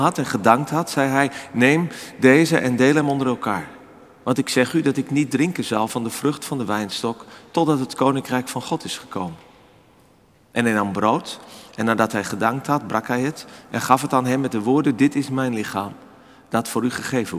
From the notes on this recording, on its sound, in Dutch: Opgenomen op 4 februari 2024 in de Noorderkerk te Amsterdam.